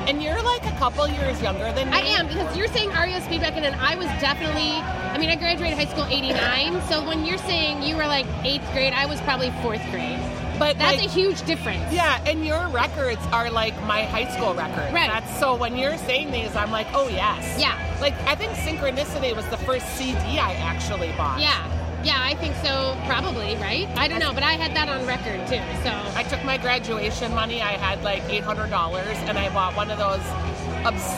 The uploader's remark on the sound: The ladies hang out at Surly Brewing